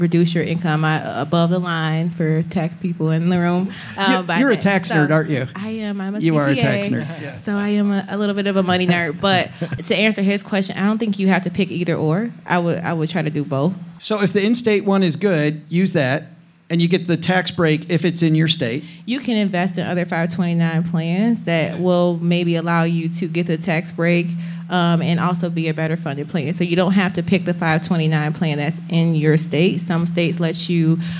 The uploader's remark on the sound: Recorded live in Detroit, Michigan, to round out our three-city tour! It's a super episode with our liveliest crowd of the three shows (sold out show!).